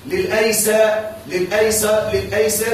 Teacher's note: وقفت أو وصلت لك أن تميل فتحة السين